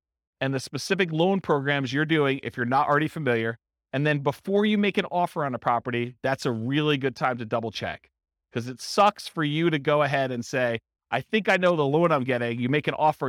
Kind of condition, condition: setting, live audience